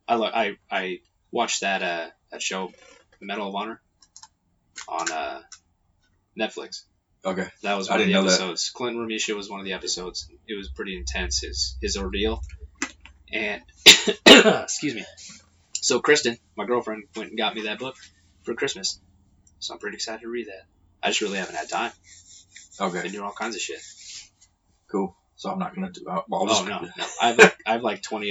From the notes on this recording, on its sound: please excuse the poor audio quality